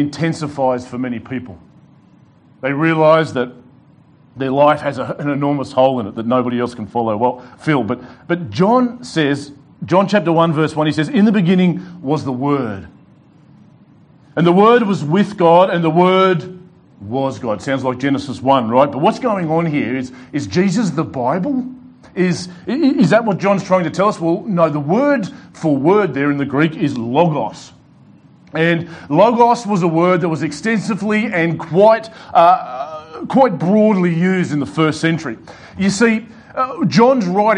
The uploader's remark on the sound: delivered to The Rock Christian Church